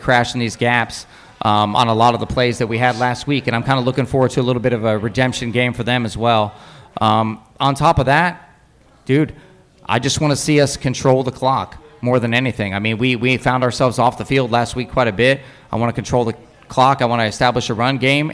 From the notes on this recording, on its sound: Purdue Pre-Game LIVE from Turtle Creek Tavern.